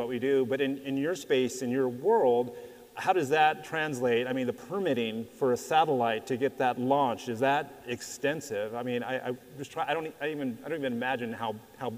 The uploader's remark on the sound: LIVE at Wireless West. In our first episode live with an audience. This episode was recorded in front of an audience at the Wireless West Conference in Las Vegas.